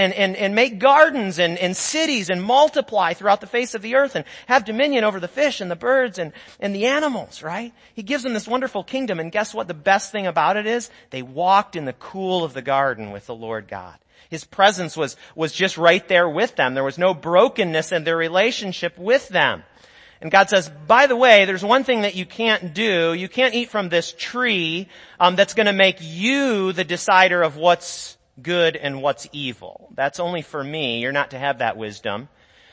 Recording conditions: large echoing room